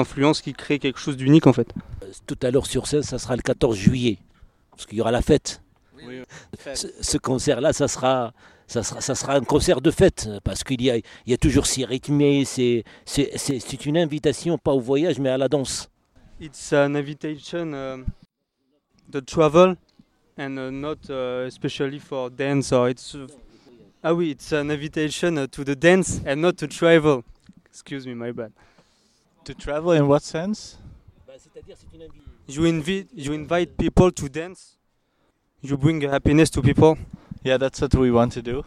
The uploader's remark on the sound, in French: En Direct De Terre Du Son. Emission Terres du Son 2022 – Le plateau radio RFL101. Au Domaine de Candé à Monts, Terres du Son ! Depuis la prairie de Terres du Son.